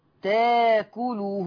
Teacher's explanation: في كلمة يأتينا تبدل بألف مادية فتقرأ ياتينا